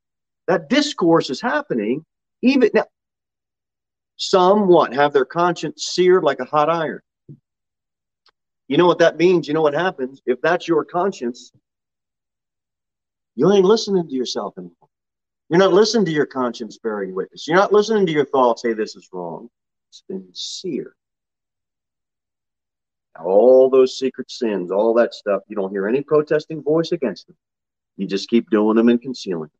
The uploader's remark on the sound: Sermon delivered at Pilgrim Baptist Church on Sunday, March 20, 2022 at 11:15 am.